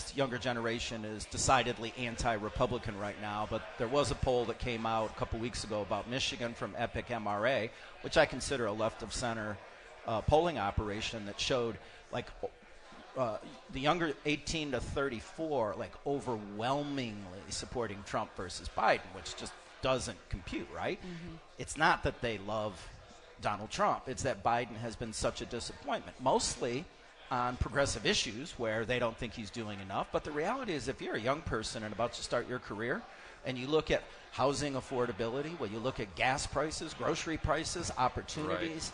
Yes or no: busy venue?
yes